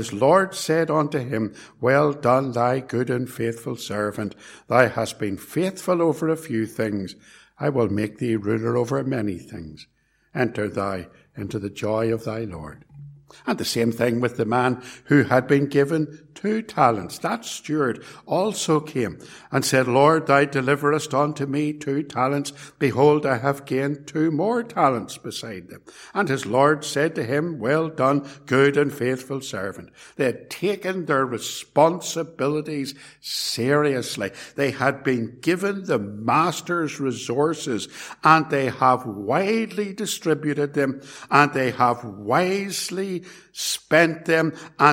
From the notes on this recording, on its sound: This sermon was preached at Ballymacashon Congregational Church and at Templepatrick Reformed Church, and was recorded at Templepatrick.